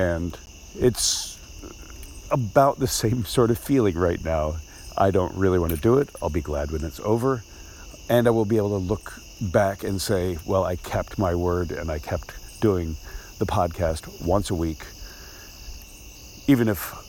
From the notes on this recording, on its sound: Recorded while walking down the double yellow lines down the middle of his neighborhood’s main road at midnight.